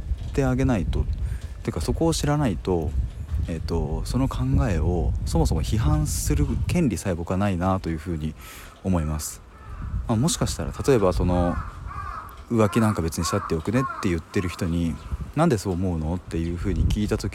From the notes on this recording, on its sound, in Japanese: 外からの収録なので雑音がうるさくてすみません